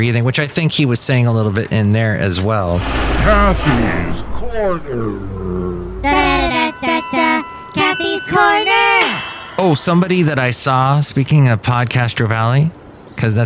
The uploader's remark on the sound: He podcasts live from Café Anyway.